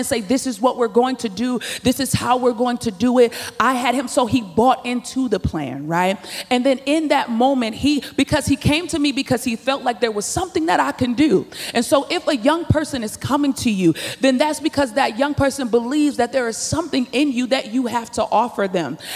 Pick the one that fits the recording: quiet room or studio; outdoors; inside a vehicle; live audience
live audience